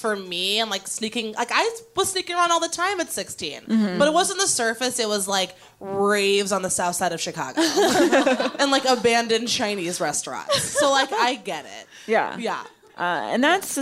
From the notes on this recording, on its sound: Recorded live at the Jewelbox Theater in Seattle!